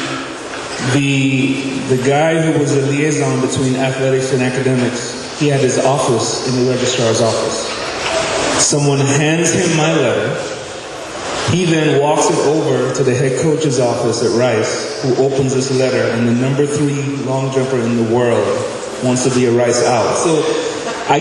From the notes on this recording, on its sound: Recorded live at the induction luncheon held at the Texas Sports Hall of Fame.